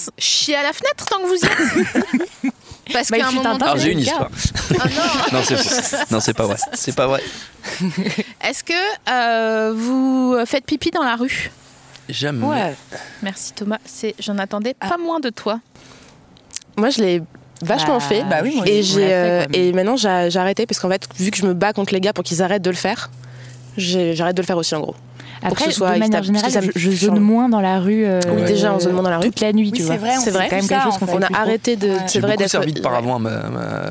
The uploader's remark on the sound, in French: enregistré le 18 décembre 2020 dans le jardin du patron